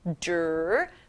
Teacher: D 소리는 D, R 소리는 R이죠. 만나면 drr, D 소리 약간 뭉개져요. drr, 그리고 I 소리 나는 I, N, K 만나서 웅크, 웅크, 콧소리 웅크 소리 나요.